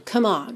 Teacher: Come, C-O-M-E. A gente não pronuncia esse E. Então, já pode juntar do M direto no on.